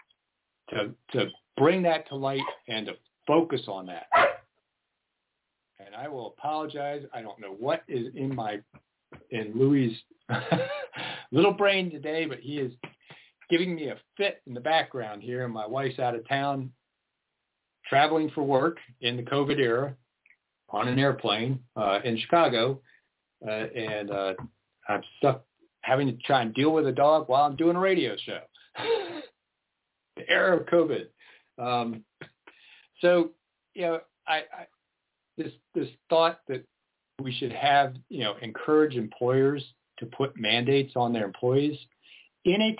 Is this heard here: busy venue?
no